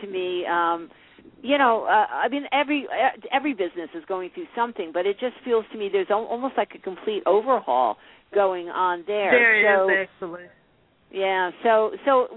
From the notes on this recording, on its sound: Take your calls on the air - LIVE!!! Live call-in radio talk show.